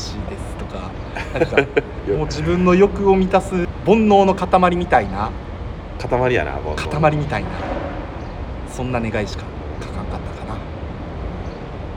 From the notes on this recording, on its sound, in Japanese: 公園撮りで雑音と急なカットインはご愛嬌でお願いします